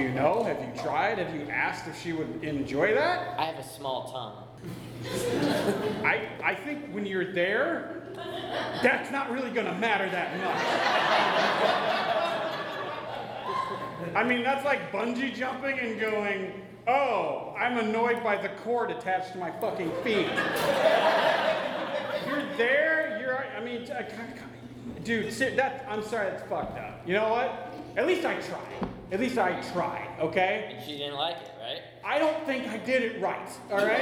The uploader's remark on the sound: The purging of LIVE episodes continues with another all-new, uncensored, and totally improvised episode of Wisenheimer: The Podcast! A packed audience at The Establishment for a hilarious evening of improv comedy with a romantic theme.